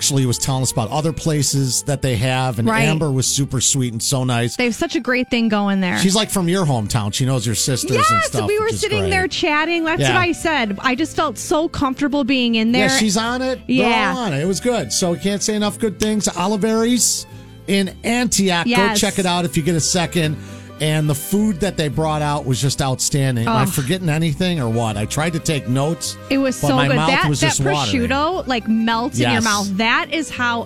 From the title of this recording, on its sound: at Oliverii North in Antioch for Restaurant Week